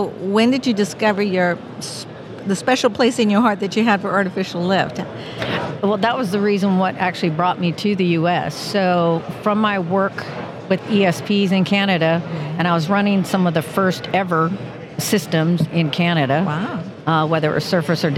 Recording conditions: busy venue